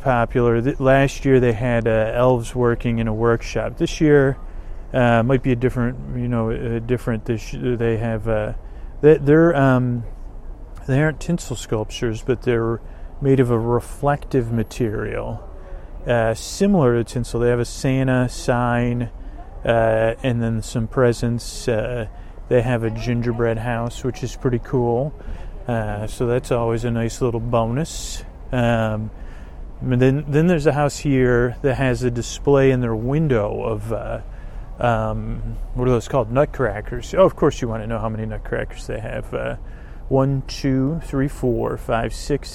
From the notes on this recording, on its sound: On Location from Christmas Tree Lane. Recorded on location it does contain background noise, car sounds, music and people chattering. A east bay holiday lane.